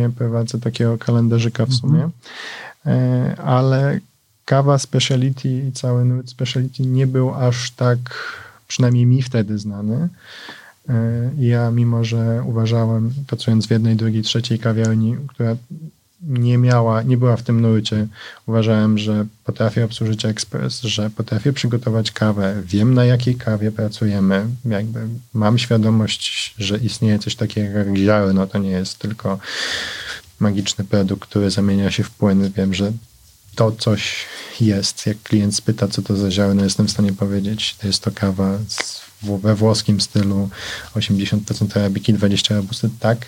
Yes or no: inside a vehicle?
no